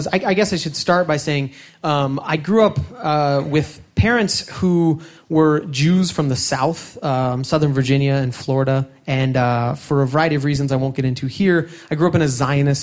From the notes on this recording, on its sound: These stories were recorded live at Buntport Theater on July 18, 2014 as part of a special collaboration with Pivot TV and Rooftop Comedy.